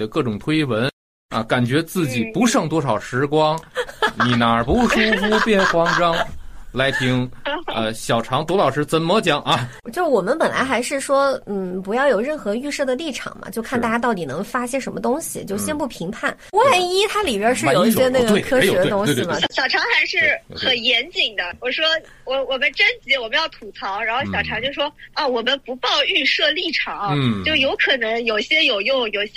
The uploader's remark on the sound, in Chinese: 本期播客是连线录制，音质有些渣渣，还请大家多多包涵